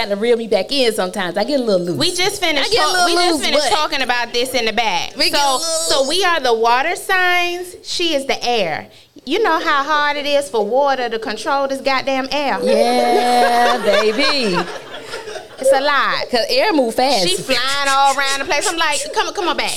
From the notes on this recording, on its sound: WE LIVE AND OUTSIDE!!!!! Tune in as they interact with the live audience.